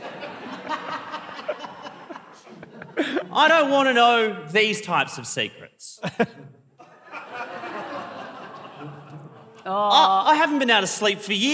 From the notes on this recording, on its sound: Live on stage at the Festival of Dangerous Ideas. Big thanks to everyone who came to the live show. We're recording a live podcast of our show.